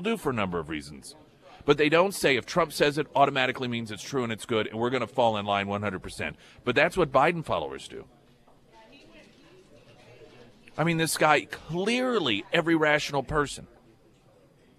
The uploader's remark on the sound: Live at Scramblers Diner.